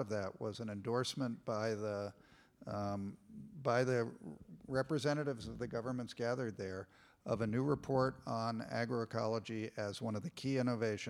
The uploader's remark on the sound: This is shared audio from Town Hall Seattle. This is shared audio from Town Hall Seattle.